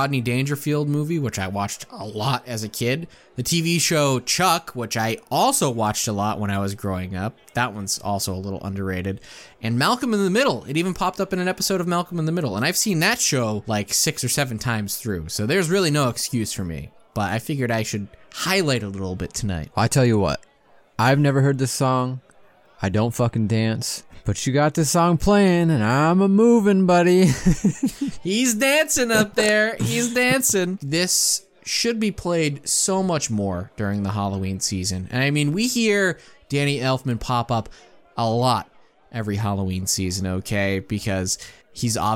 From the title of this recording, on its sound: 2022 Monster Bash! LIVE from Castle Dracula